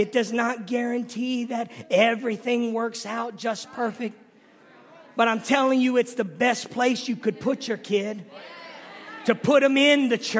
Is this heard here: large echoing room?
yes